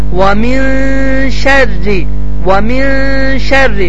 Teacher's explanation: ixfada isə dilimizin ucunu yuxarı kəsici dişlərə tərəf yaxınlaşdırırıq, tam bir şəkildə vurmuruq. Və min şərri demək düzgün deyil.